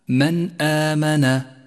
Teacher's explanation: النون الساكنة وبعدها الهمزة، والواجب هنا أن تظهر النون الساكنة وما بعدها من غير تشديد أو غنة · Term: الإظهار